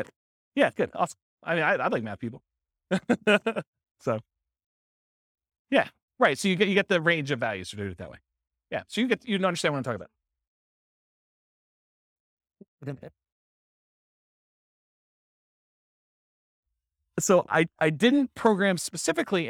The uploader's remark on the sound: This was a live class recorded